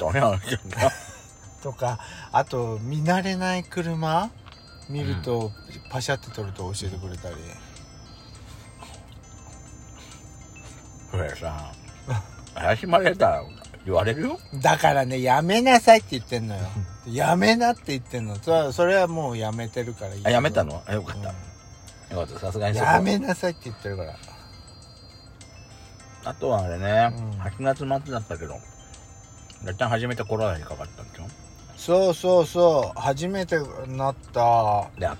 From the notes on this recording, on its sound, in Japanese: パーキング収録。